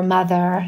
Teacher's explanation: mother, something like that, leaving the R at the end, leaving off the R · Term: dropping the R